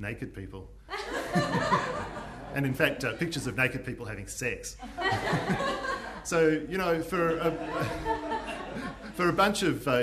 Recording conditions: live audience